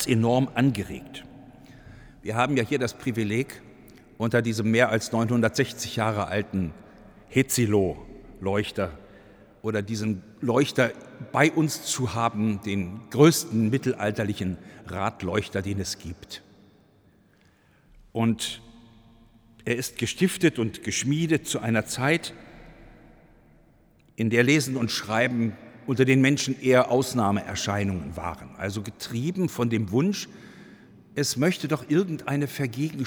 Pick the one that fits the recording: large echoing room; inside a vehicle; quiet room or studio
large echoing room